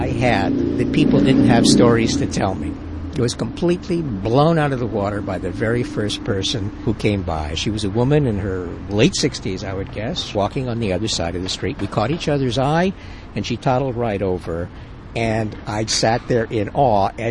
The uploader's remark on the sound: goes trolling with his tape recorder on the sidewalks of Provincetown, Massachusetts